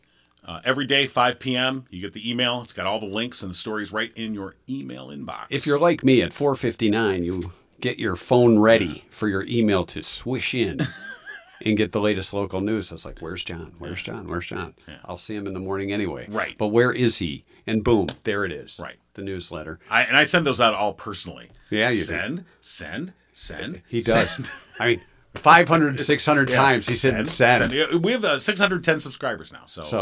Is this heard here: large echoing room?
no